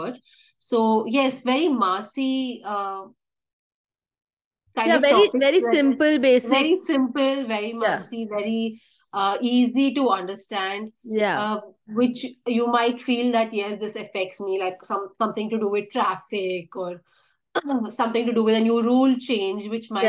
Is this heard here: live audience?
no